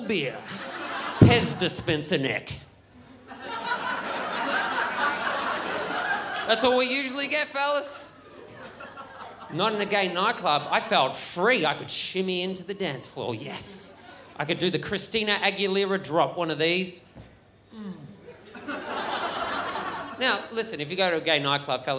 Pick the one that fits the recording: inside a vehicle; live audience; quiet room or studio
live audience